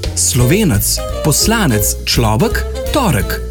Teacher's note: Polglasnik je predpisan tudi pri izgovoru samostalniških pripon EC in EK.